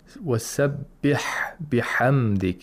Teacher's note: The ha, you have to make sure that it's pronounced deep in the throat, in the pharynx.